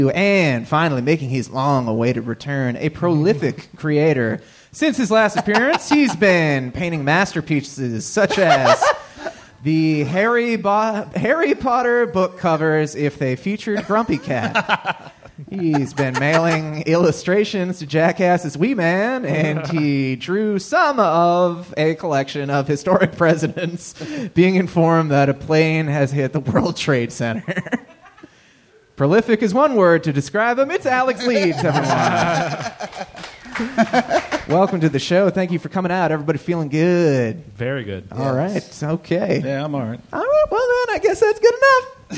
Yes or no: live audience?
yes